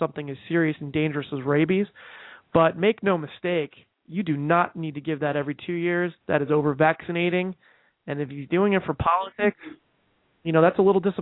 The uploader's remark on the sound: Takes live calls.